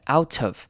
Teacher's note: 我们可以把 t 直接移到 of 那边去，变成 out of，这样子念也是可以的。所以是 out of 或者是 out of 这两种声音都是可以的。What they'resaying